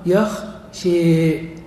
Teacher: تميل الألف نحو الياء بحيث تكون بين الألف والياء وتسمى الإمالة الكبرى